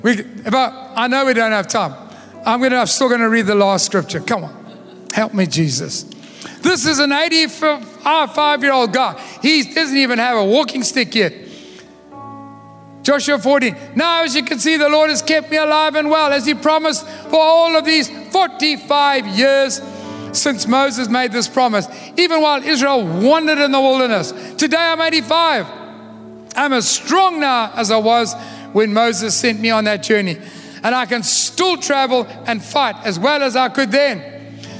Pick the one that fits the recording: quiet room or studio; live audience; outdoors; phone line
live audience